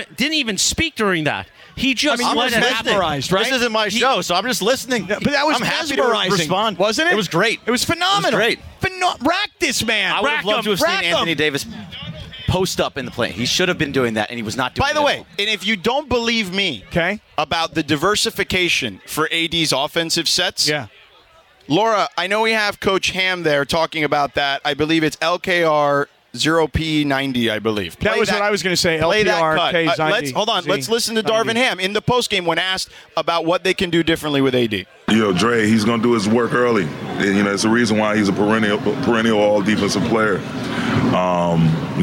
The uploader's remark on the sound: Live From Solitas! Down at Solita in Anaheim for Cinco de Mayo!